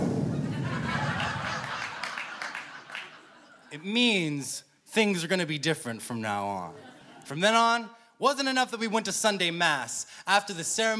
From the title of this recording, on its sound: Snap LIVE!